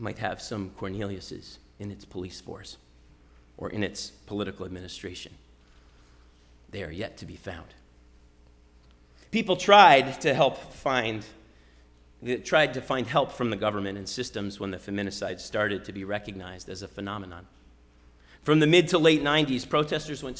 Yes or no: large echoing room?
yes